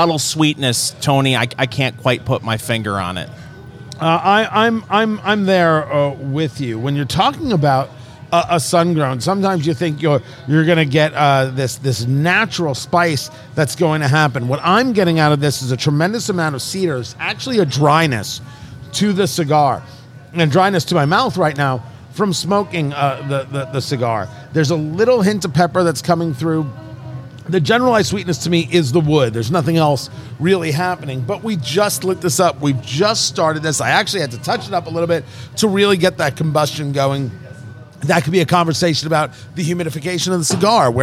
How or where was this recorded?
busy venue